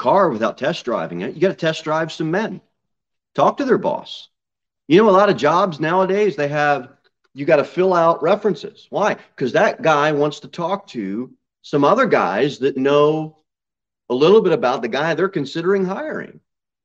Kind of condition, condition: setting, large echoing room